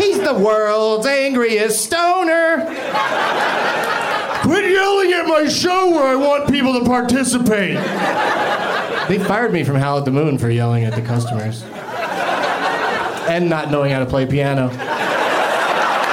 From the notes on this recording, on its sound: Live from the Orlando Improv